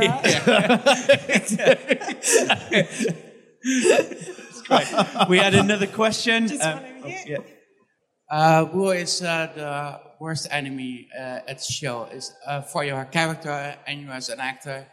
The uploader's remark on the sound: At Brussels Comiccon (Feb 2020).